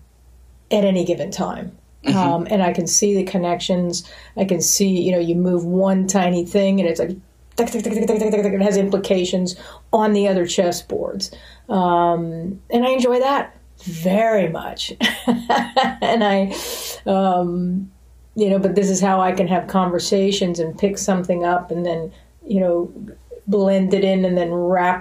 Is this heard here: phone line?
no